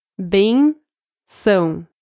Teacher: It has a circunflexo over the E and a chew on the A. The circunflexo is more powerful, so the word only has one tonic syllable, the E.